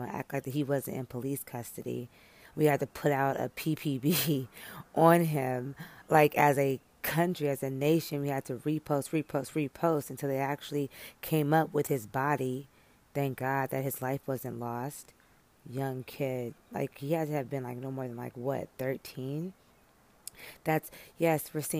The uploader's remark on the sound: Live from the Peace of Outside.